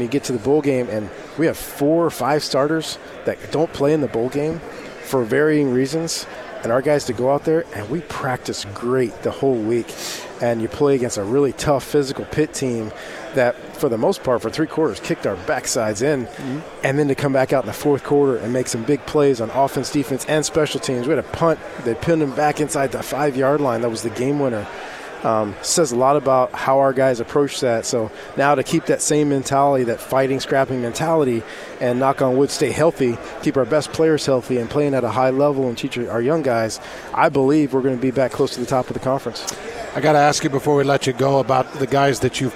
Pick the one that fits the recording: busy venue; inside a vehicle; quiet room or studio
busy venue